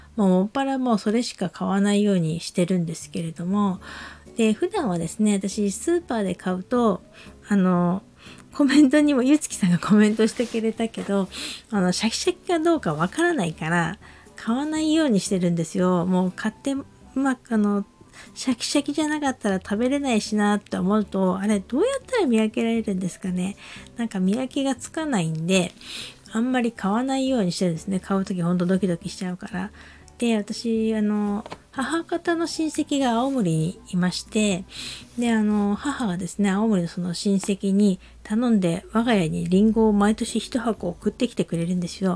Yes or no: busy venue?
no